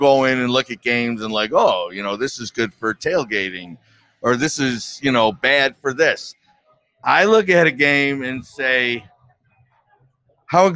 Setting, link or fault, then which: setting, busy venue